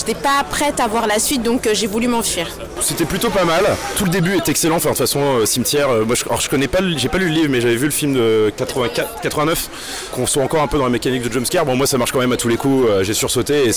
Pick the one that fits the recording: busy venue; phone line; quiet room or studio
busy venue